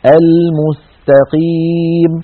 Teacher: لابد من ضم الشفتين عند النطق بالميم الأولى وإعادتهما إلى وضعهما الطبيعي عند السين